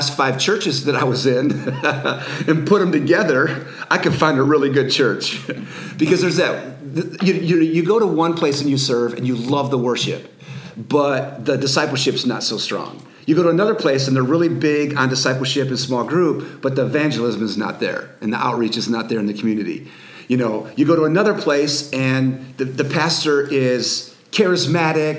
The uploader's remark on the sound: Q And A Live Audience. A live podcast with a studio audience of over 100 YH Leaders in Missouri.